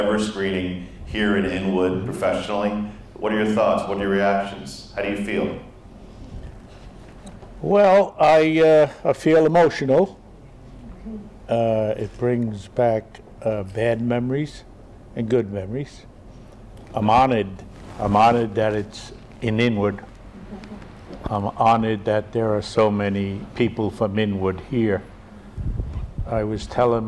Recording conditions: live audience